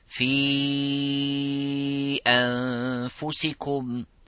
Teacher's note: it's stretchable because of the hamza is coming, but it is not coming within one word, it's coming separate. So they're two separate, so that's why it is called munfasil.